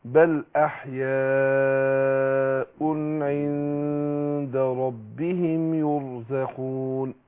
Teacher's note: إخفاء النون عند الدال في عند · Term: الإخفاء